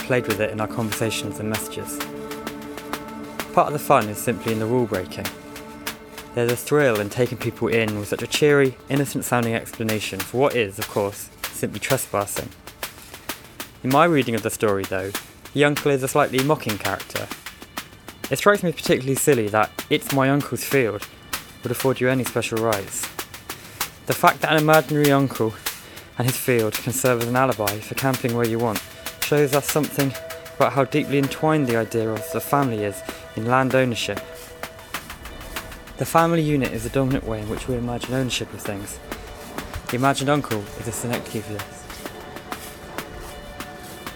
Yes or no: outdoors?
yes